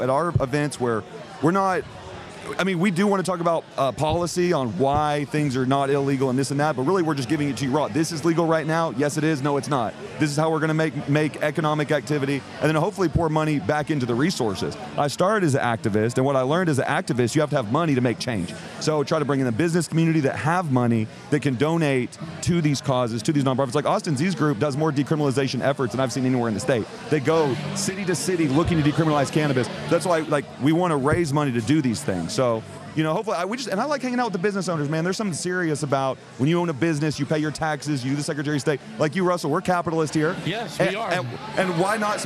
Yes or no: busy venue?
yes